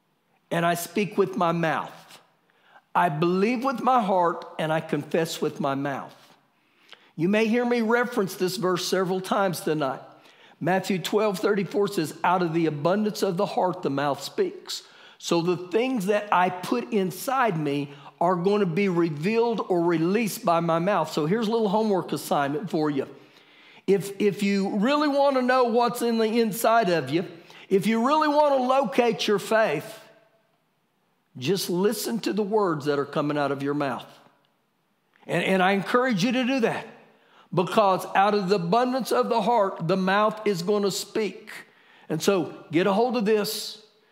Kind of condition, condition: setting, large echoing room